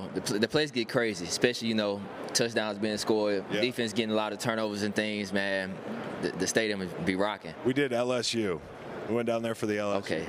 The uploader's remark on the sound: Day 2 at SB LVIII Radio Row. Throughout the show, you'll also hear plenty of shoutouts to guys that rolled by us on radio row.